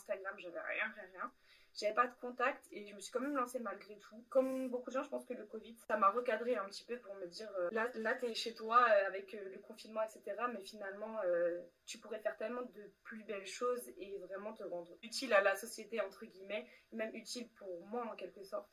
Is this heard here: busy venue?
no